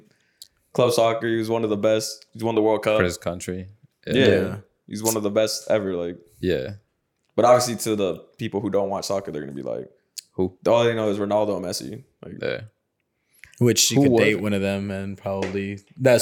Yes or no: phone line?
no